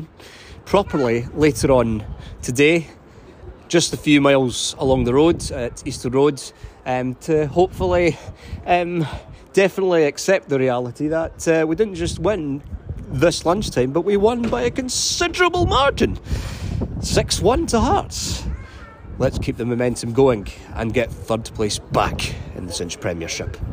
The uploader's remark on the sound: They were live at Tynecastle Park and Easter Road for the men’s game against Ross County and the women’s derby against Hibs.